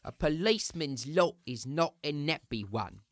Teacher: when you have an H drop and a vowel and you have A before it, they'll change it to an in order to go along with the general an rule.